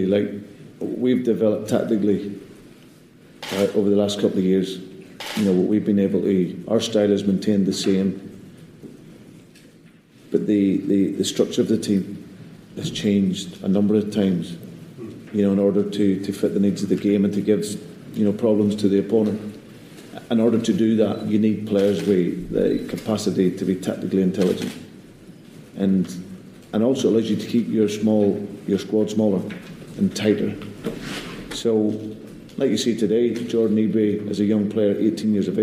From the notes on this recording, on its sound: Attended the post match press conference after the Shamrock Rovers friendly and recorded the conference in full.